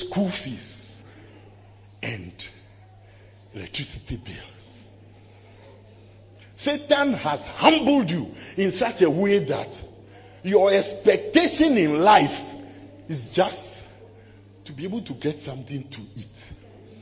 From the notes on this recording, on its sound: preached at the closing of a church annual fast